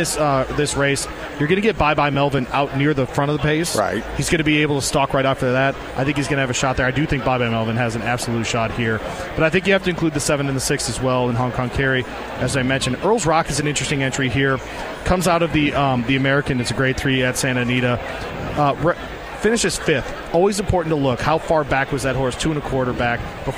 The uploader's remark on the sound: live from Churchill Downs